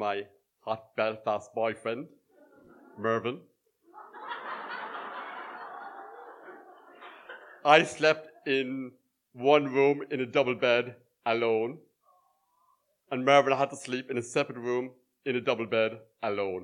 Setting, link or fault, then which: setting, live audience